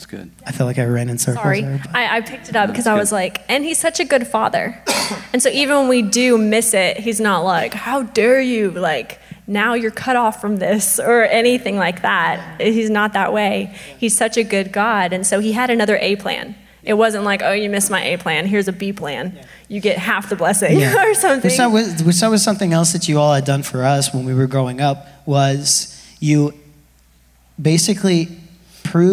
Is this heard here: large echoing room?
yes